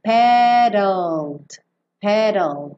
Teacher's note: E como o E não vai ser pronunciado, pensa em sair do D e já ir pro L no céu da boca